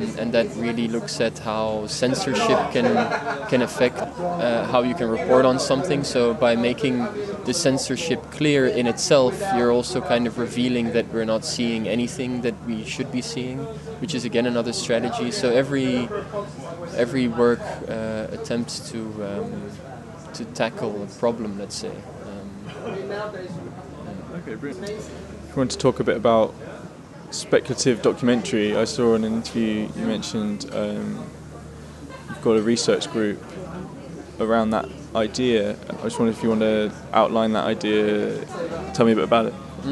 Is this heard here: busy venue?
yes